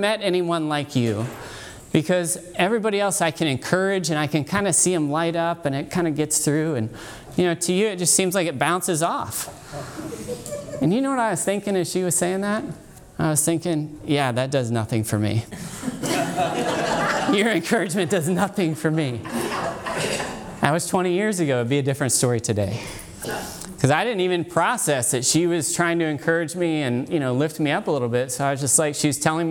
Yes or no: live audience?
yes